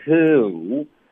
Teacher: 这个开头嘴唇是放松的，who，结尾嘴唇嘟起来